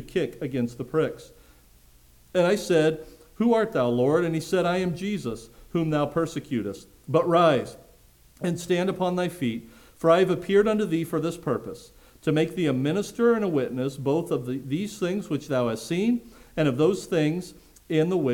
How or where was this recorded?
large echoing room